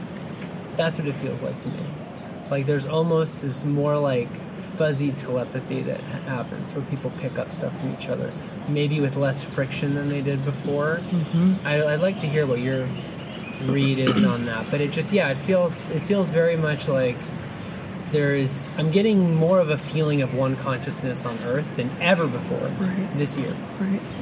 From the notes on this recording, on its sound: Spontaneously recorded at Carlsmith Beach Park on the Big Island of Hawaii in 2021. Yes, there was some background sound, but I did my best to improve the audio.